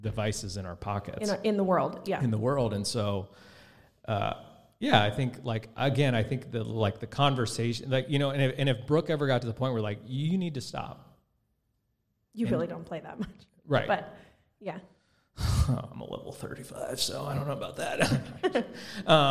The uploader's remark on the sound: Enjoy the first ever live podcast recording from our event on December 23, 2022!